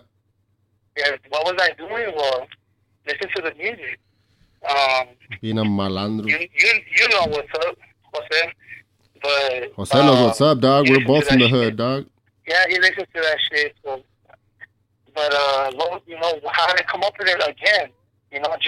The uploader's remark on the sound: Joins me (via ghetto rig speaker phone).